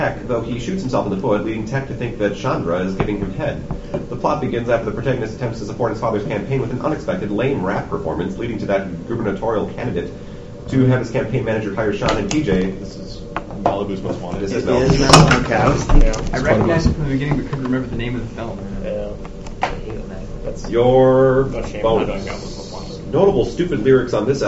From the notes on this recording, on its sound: Rob Pilatus Trash Tournament 2008 (Trash) - Recording 2